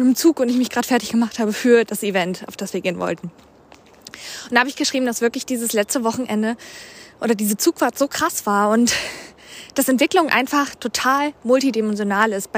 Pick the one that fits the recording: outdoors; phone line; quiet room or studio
outdoors